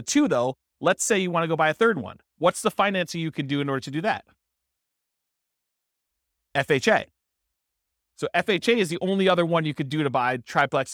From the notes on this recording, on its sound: This was a live class recorded